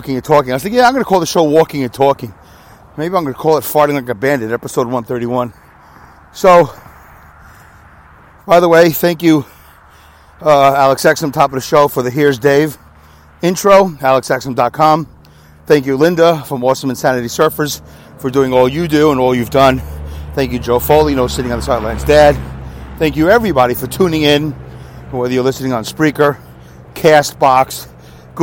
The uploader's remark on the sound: Walking and Talking. Talks while walking laps for most of the duration of the show, instead of recording during his commute.